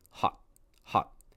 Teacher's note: I'm still pronouncing the T, I'm just holding that final sound. But if you're saying hot, hot, hot, that is not comprehensible.